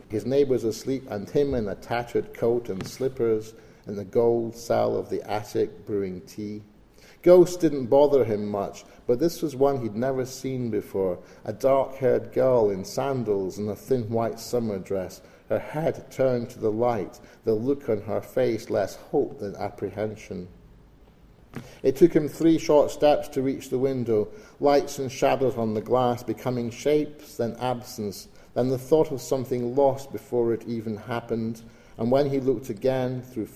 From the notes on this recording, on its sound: recorded at the National Library of Scotland before an audience